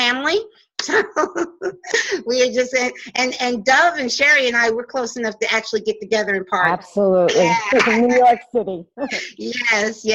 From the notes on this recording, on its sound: This is the audio from the video webinar that was pre-recorded. Video panel discussion.